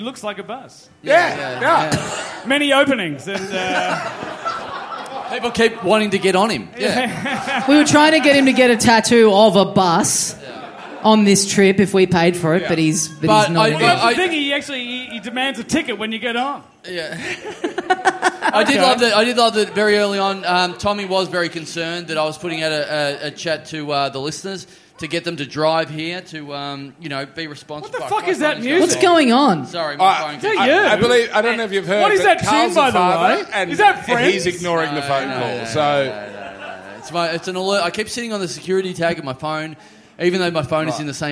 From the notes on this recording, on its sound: It's our first live show in six months at The Union Hotel in Heathcote, Victoria. The continuation of our long-running tech issues, and then a whole lot of chaos as people are falling off chairs and we slowly lose our minds on stage.